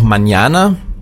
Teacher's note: das N mit diesem Schleier drauf, das wird ausgesprochen wie ein NJ